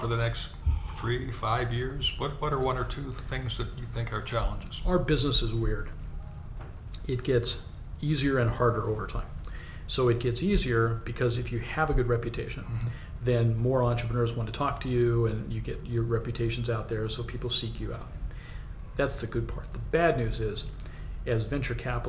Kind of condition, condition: setting, busy venue